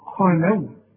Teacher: شفت بقى الخاه المفخمة وبعدها لام مرققة